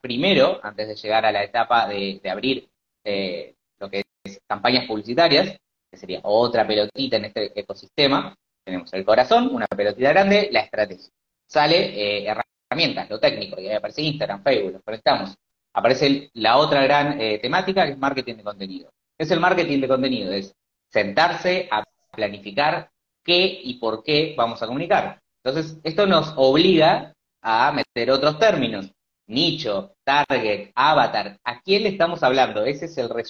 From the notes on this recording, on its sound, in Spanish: el último live que tuvimos en nuestra semana de Travel Business Boost en Instagram